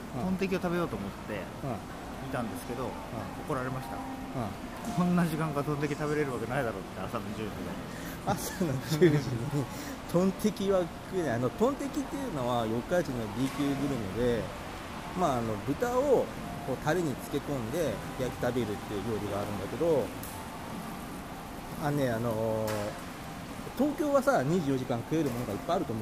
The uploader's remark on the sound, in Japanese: 三重県四日市。野外収録に臨みます。